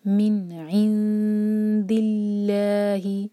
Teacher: اور یہاں پہ اللہ تعالیٰ کے نام سے پہلے جو ورڈ ہے اس کے لاسٹ لیٹر پر ہے کسرہ، تو یہاں پر ہمارا یہ لام جلالہ لائٹ پڑھا جائے گا